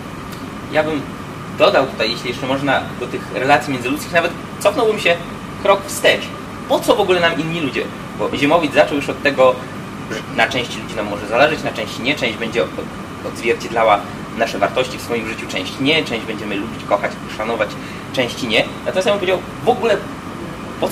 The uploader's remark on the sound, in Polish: Niestety przez naszą nieuwagę w tle nagrania słychać szum klimatyzacji